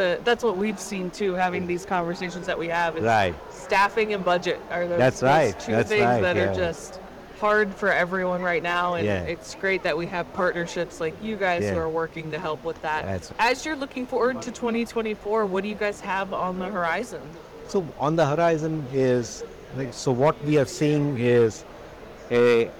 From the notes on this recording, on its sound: live from the 2023 CHIME Fall Forum